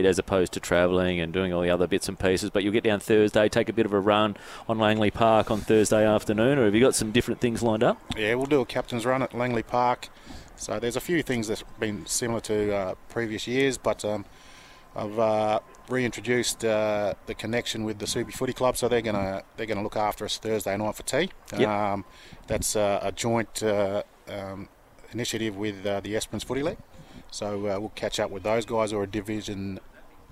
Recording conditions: busy venue